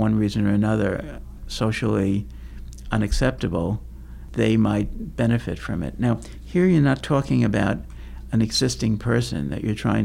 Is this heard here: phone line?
no